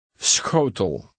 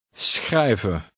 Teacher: The letter combination SCH is pronounced with a slight S sound followed by a Dutch CH sound.